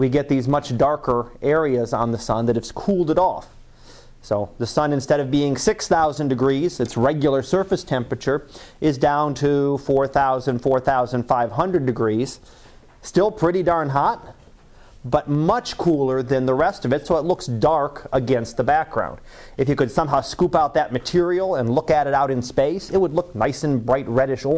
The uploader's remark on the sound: Live Class Lecture